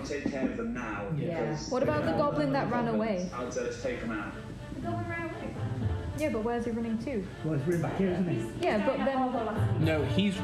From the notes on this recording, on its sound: This is another episode from our backlog so apologies for the quality again. We have recently bought some new microphones and made changes to our recording set up so expect some improvement soon.